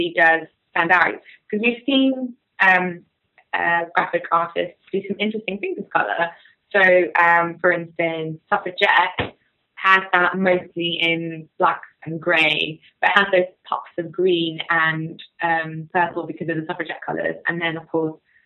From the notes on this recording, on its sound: due to some technical issues, the audio quality on this episode isn’t the best